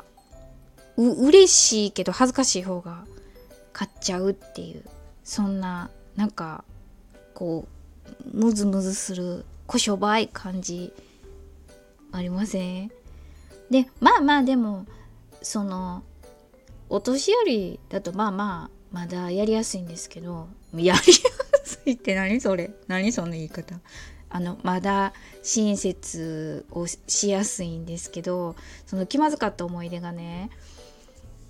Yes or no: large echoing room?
no